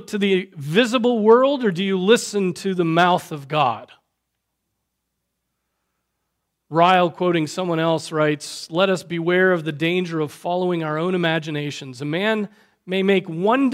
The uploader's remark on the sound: Preached on September 24, 2023 at Trinity Presbyterian Church